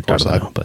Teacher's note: I think it's Dardano with the inflection in the first syllable there, Dardano. I could say it like that, but I'm not going to.